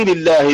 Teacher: اللام هنا في لفظ الجلالة سبقت بكسر فالحكم فيها أنها ترقق